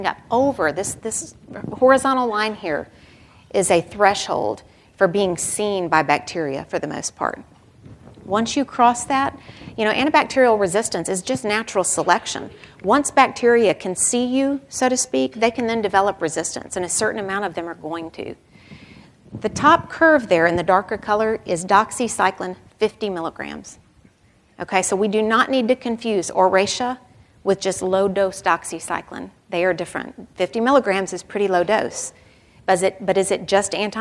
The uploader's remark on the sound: This podcast was recorded live at the 2014 SDPA conference in Indianapolis.